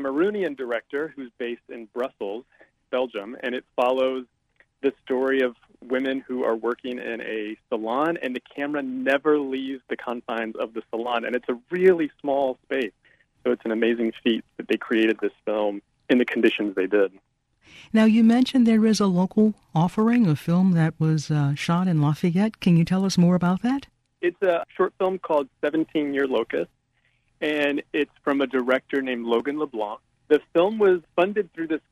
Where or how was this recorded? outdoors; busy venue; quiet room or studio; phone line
phone line